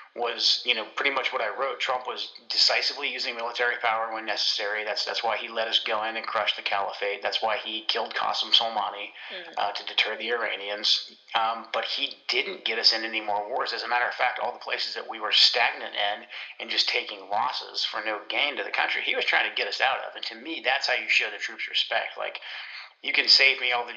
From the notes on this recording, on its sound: joins me on today's call